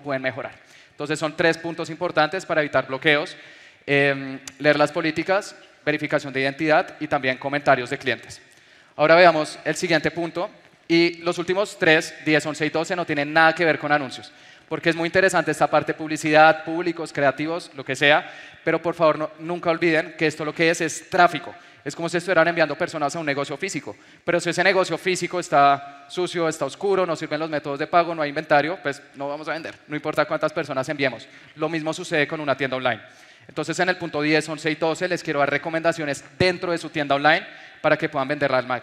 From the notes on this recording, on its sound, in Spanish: te comparto la grabación de una conferencia que di en Medellín el 8 de octubre del 2022